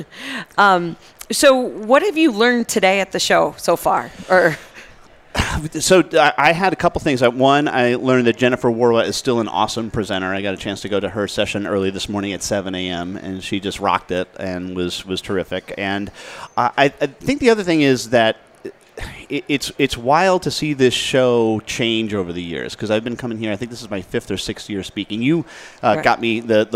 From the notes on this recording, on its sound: broadcast live from the 2018 AICPA ENGAUGE Event at the MGM Grand in Las Vegas